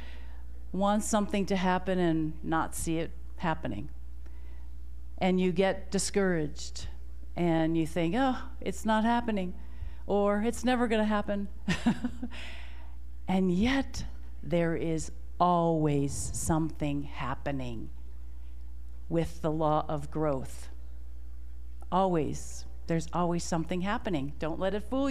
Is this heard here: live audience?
yes